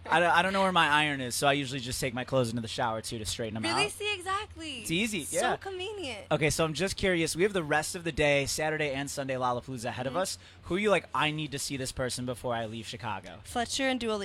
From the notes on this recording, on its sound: The MIX is live backstage at Lollapalooza 2022!